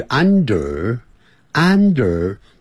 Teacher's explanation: under 有一个 R 卷舌音在句这个词尾啊，所以 under， under 不要念的 under，不是 un，是安全的安，under， under 啊，有点像肚子饿的饿。 under 那就对了 under the table 所以 there are a